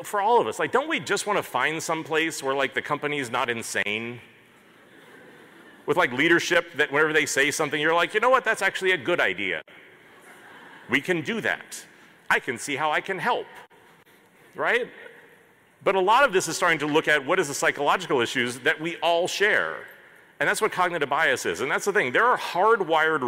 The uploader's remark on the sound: This episode is a replay of my main stage keynote from HOW Design Live 2019.